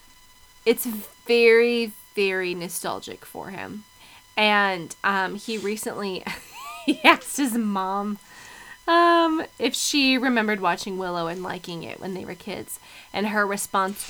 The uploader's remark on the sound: We apologize for the high pitched buzz (insert drinking joke here) during this week's episode, we couldn't resolve it during editing.